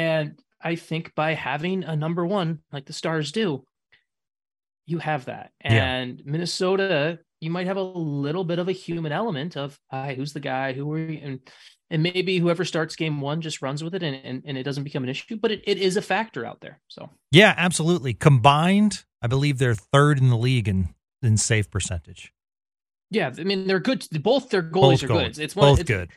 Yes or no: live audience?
no